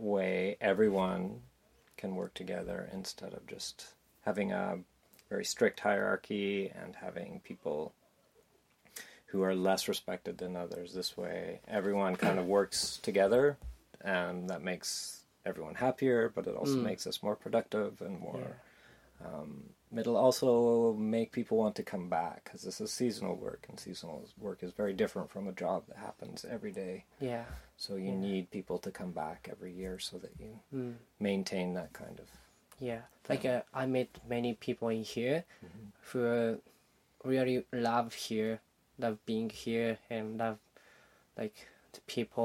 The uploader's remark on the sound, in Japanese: 音声が前回のエピソードより大きめです。